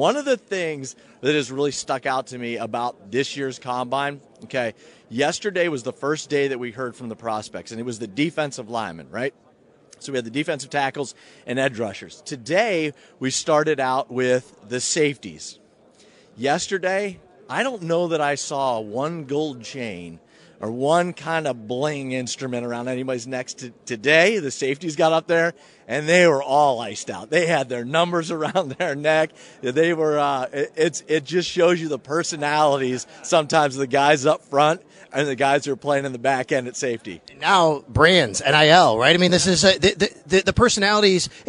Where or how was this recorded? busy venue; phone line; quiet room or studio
busy venue